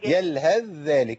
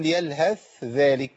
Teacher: لينا إدغام الثاء في الذال · Shown in: first take